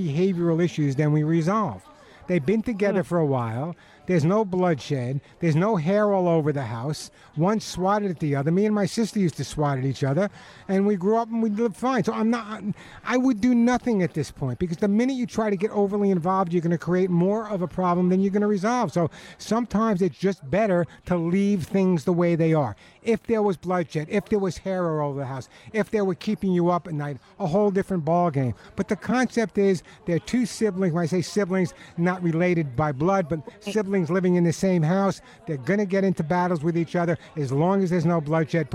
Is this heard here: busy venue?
yes